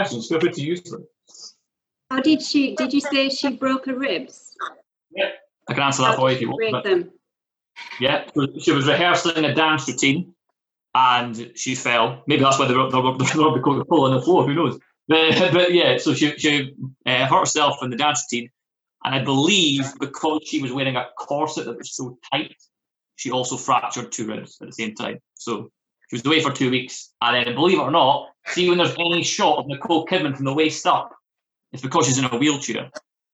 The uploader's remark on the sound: The Zoom season begins.